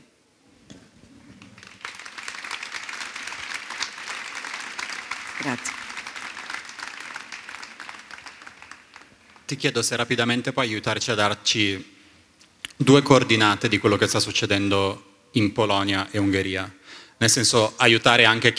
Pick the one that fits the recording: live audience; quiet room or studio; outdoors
live audience